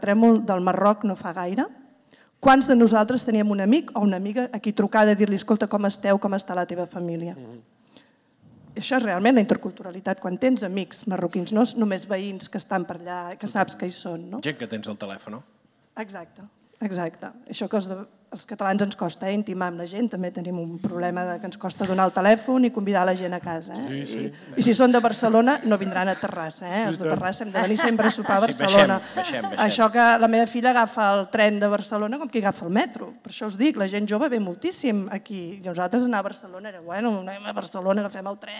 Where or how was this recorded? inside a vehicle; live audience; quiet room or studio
live audience